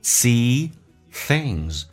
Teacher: 咬舌音，舌尖往上齿搭一下就可以了，后鼻音 things.